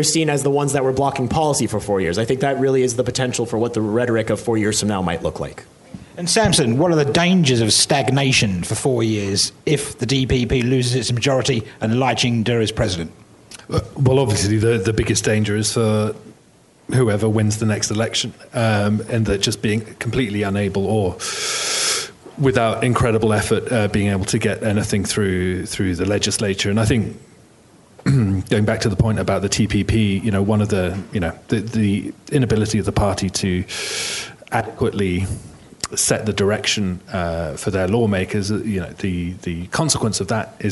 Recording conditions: busy venue